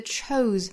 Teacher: 虽然是 se，但是尾部并不是轻音的 s，而是它对应的浊音 z